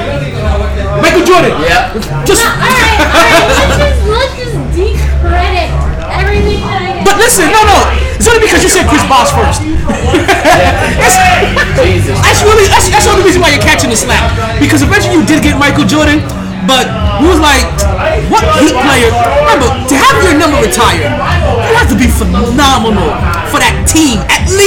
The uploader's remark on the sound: Live From Sharkey's where LADIES DRINK FREE